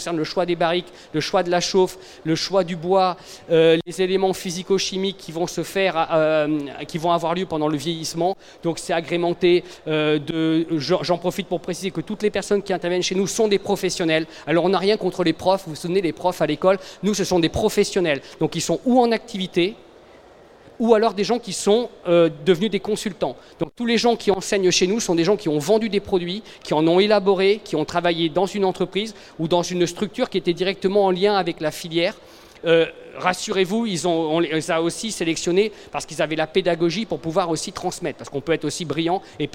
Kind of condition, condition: setting, busy venue